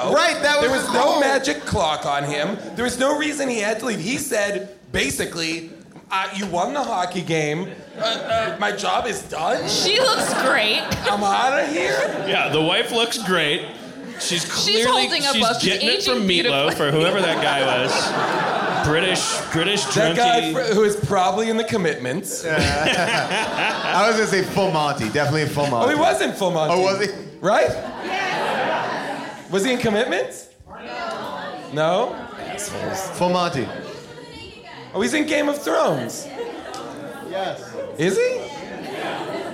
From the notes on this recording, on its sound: LIVE episode recorded at Largo in Los Angeles